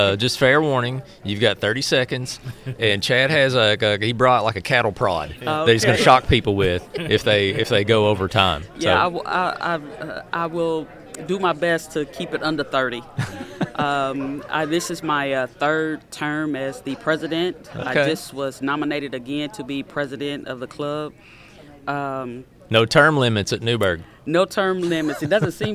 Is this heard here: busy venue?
yes